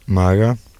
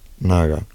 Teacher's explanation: Bilabial, nasal, and superdental nasal.